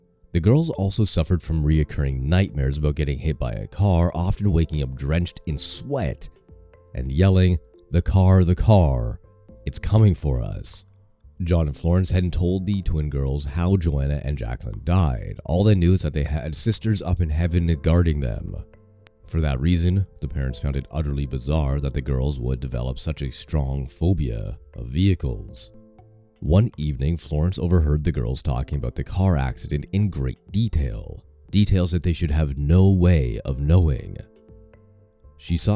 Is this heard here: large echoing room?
no